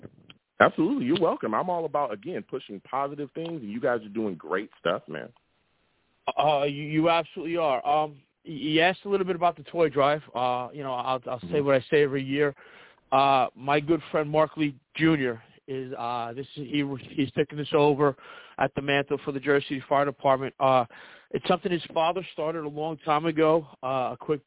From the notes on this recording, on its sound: I also take live callers!